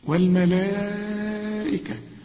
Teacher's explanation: والملائكة أهو ده مد واجب، لازم تمد أربع حركات عند الوصل وعند الوقف